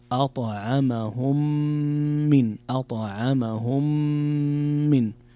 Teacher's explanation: إدغام متماثلين صغير إدغام شفوي، يقرأ أطعمهم من أطعمهم من، فيه غنة بمقدار 2 حركات